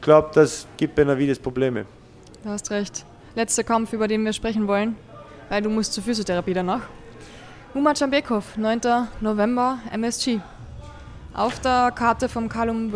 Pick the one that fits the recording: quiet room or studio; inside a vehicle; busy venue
busy venue